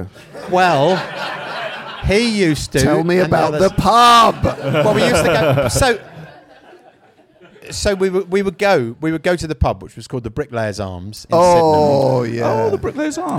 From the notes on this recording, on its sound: The Moon Under Water is ready to once again present itself live from within The Dagda Bar within the Edinburgh Fringe festival.